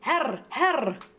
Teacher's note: Herr, with an open E and lots of R